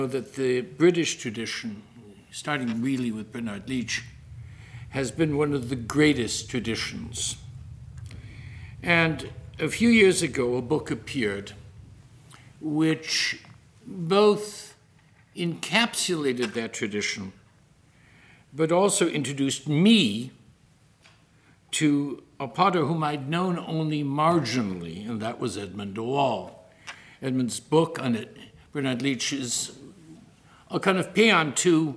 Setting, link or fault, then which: setting, large echoing room